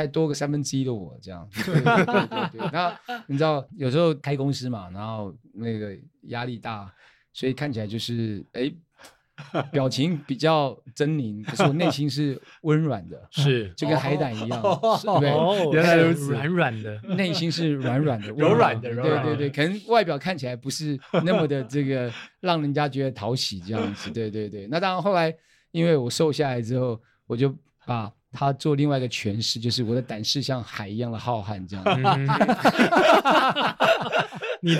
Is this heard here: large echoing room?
no